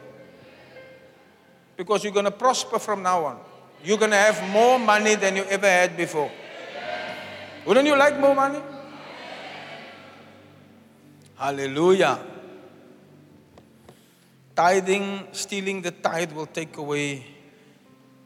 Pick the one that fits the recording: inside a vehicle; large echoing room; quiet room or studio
large echoing room